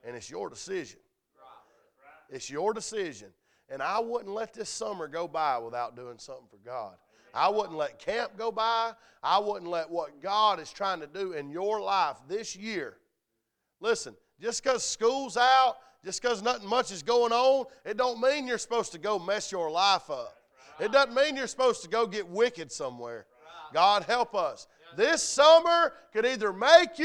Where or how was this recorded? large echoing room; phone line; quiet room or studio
large echoing room